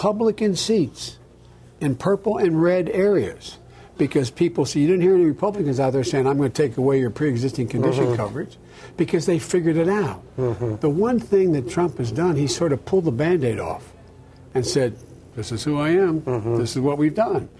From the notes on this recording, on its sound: What follows is a lightly edited interview from a pub in rural New Hampton, Iowa.